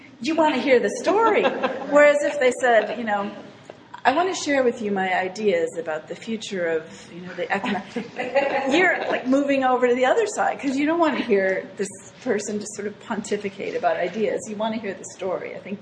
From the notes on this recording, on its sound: This segment was recorded with an audience at Barrington Area Library